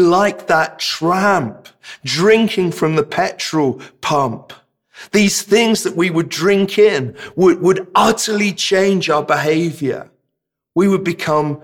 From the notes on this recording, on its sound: This sermon was preached at Welcome Baptist Church on Sunday 24th April 2022.